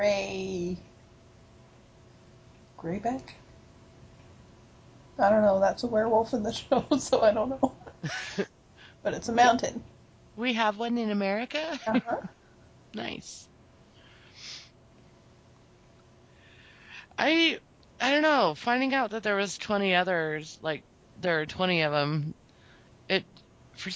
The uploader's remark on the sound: We also had some Mosey like audio problems, but nothing that will effect your listening too much